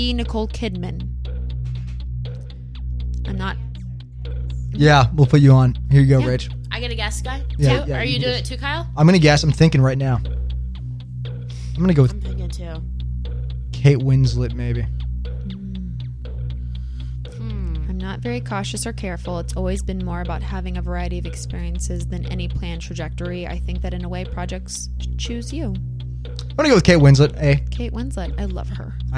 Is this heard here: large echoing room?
no